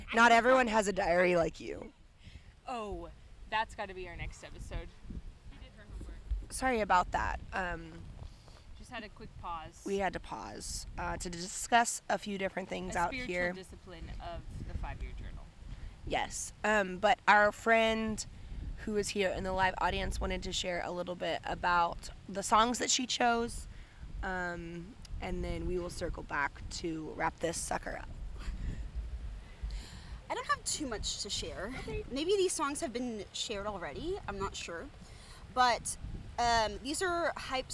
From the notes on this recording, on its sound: Listen up to our FIRST ever internationally recorded episode. We're excited to share this seaside recorded episode. Please enjoy the sounds of the ocean and the wind.